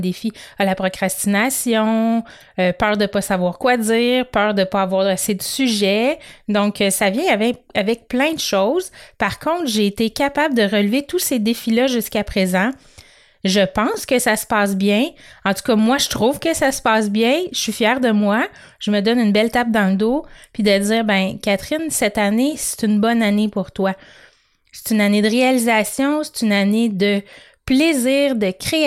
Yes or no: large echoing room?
no